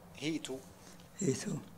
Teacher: بكسر الهاء وسكون الياء وضم التاء